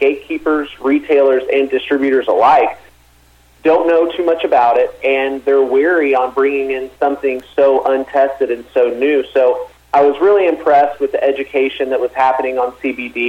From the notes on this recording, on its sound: called back in to SmallCapVoice.